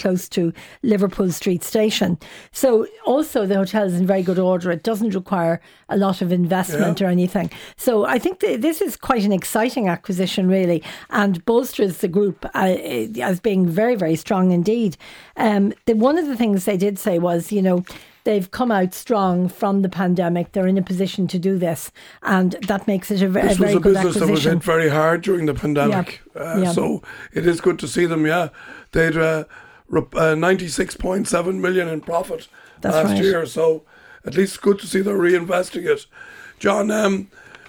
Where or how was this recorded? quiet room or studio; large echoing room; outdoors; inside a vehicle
quiet room or studio